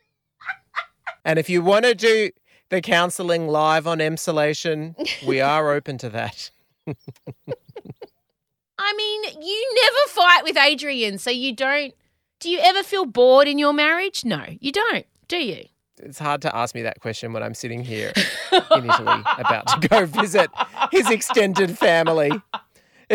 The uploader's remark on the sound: sitting in a hire car outside an Italian Airbnb while recording